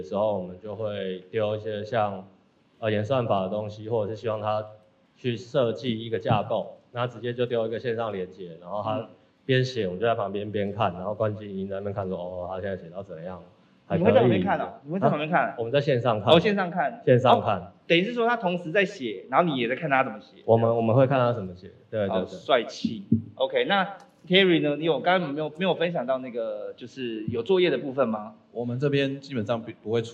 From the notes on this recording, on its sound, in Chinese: 本集節目首度實體化，以小聚交流形式呈現的現場錄音！因為現場收音的關係，音質還請多多包涵。